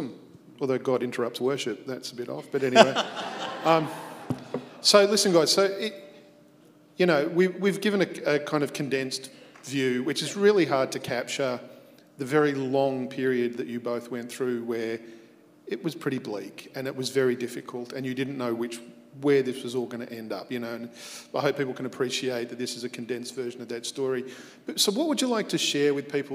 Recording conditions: live audience